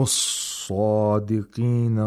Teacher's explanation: The صَاد has tafkhim at the highest level because it has aliful mad after it.